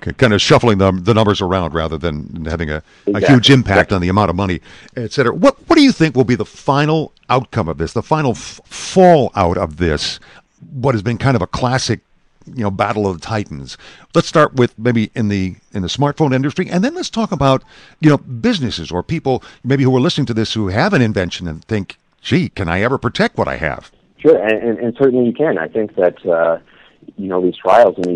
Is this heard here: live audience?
no